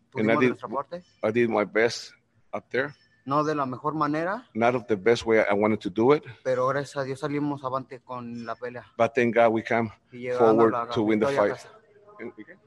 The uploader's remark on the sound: Post Fight Press Conference.